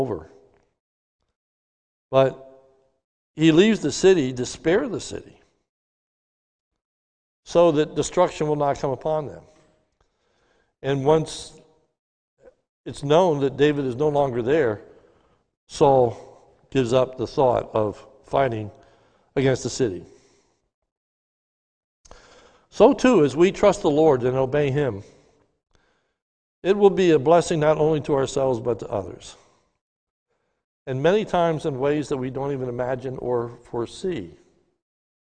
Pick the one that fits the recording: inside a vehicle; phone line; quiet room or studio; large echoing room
large echoing room